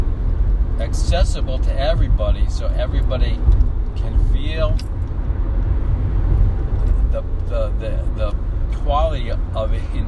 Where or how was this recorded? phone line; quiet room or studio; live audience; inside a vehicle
inside a vehicle